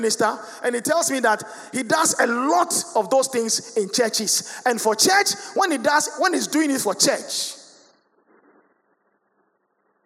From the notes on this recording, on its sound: Sermon preached at CBC Shiashie Campus